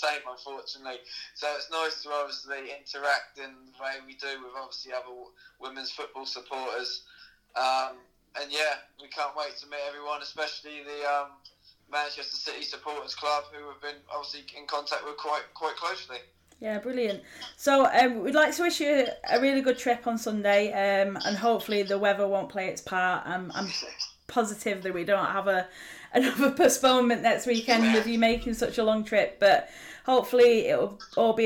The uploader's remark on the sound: Apologises for the audio quality, we've had issues with equipment this week (*Blames Storm Ciara).